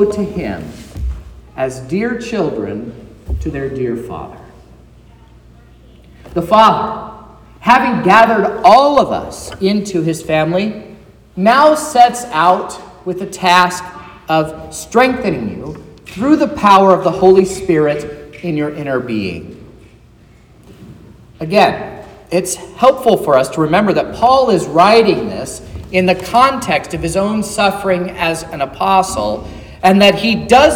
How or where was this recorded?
large echoing room